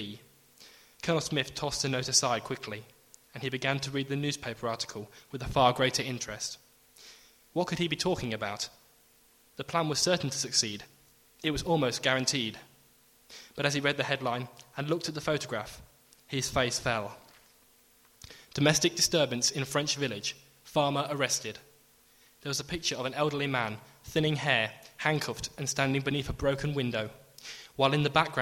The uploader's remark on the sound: Special show broadcast LIVE from the Bishop Greaves Theatre in Lincoln on Sunday 15th May as part of the Lincoln Book Festival. Special show broadcast LIVE from the Bishop Greaves Theatre in Lincoln.